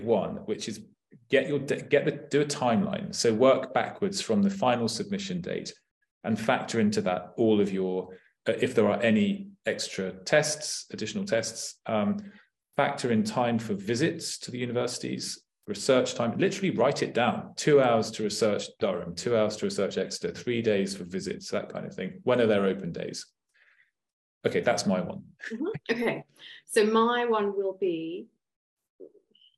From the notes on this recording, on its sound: This is a recording from our webinar, 'UCAS Applications Advice'.